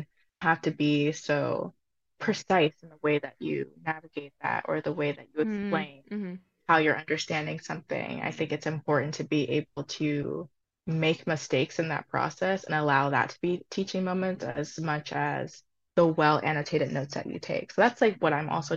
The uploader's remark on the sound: As you can probably tell, this was my first attempt at virtual recording. Hoping to make the process better in the future so audio will be better. Rerecording some sections of this!